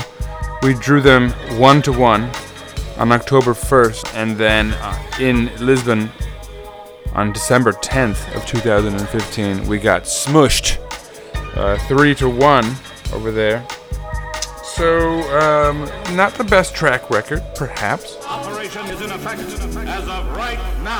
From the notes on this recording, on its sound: Stadium Sounds